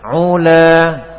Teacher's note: Ketika u, bibirnya maju ke depan